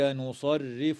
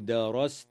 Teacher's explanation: ترقق الراء وصلا ووقفا لكسرها في كلمة نصرف، بينما تفخم وصلا ووقفا لفتحها في كلمة درست